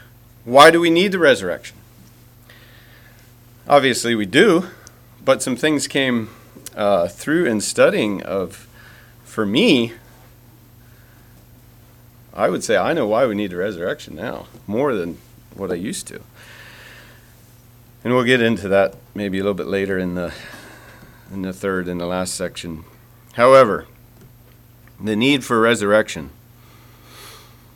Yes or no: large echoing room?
yes